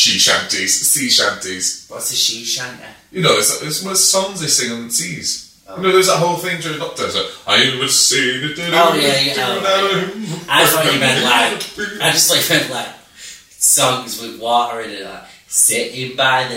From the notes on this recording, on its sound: Apologies for the bad audio quality!!!